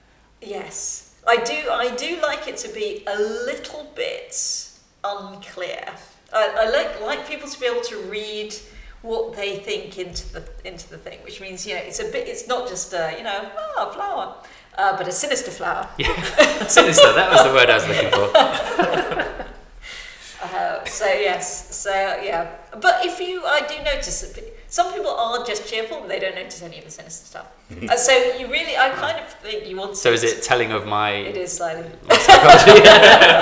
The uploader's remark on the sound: This episode was recorded at Stantons Coffee House , Bush Hill Park, Enfield. This episode was recorded at Stantons Coffee House , Bush Hill Park, Enfield.